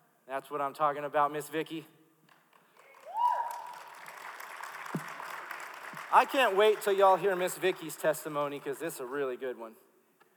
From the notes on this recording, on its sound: Recorded live during our Wednesday night service.